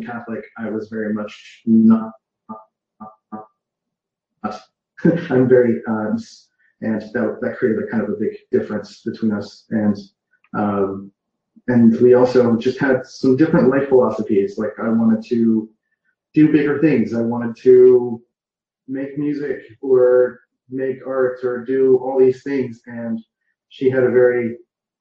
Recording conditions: video call